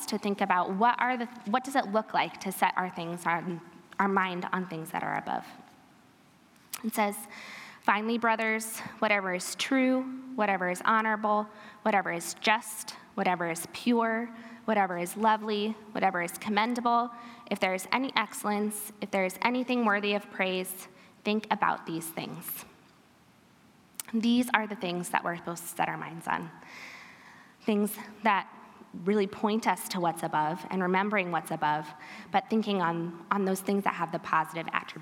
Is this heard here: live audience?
yes